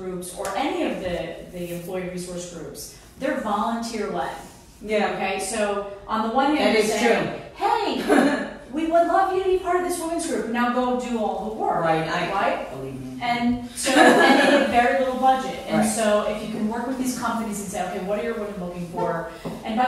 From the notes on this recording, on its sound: This was filmed LIVE at Luminary NYC.